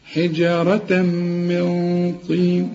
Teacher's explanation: الطاء آخر درجات التفخيم لأنها مكسورة